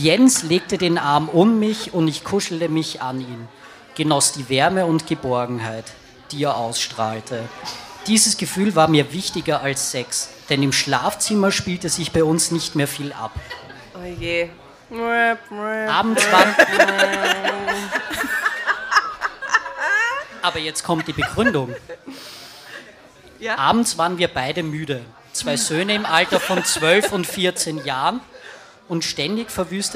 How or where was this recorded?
live audience